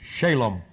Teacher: The emphasis is S-H-A, long A, the emphasis on the first syllable, L-O-M, Shalom.